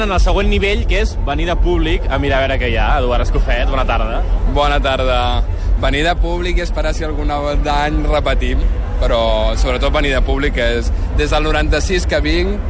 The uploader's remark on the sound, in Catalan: Ens passegem amb un micro a la mà durant la primera jornada del festival. Parla el Sónar.